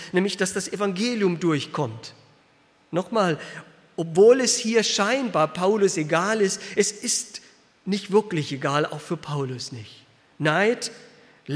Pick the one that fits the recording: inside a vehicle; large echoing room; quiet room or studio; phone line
large echoing room